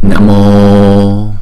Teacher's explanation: Chữ O là hai nhịp là kéo dài, còn chữ A này là một nhịp.